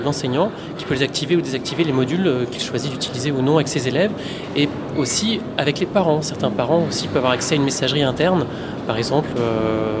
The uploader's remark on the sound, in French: Second épisode hors série sur 3 enregistrés en direct d’Educatec/Educatice du 26 au 28 novembre 2014.